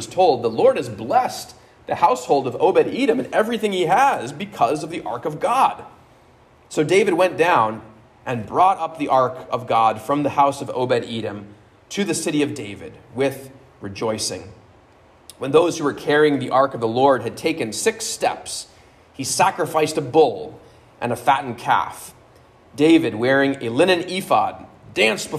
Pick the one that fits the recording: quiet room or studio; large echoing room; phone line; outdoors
large echoing room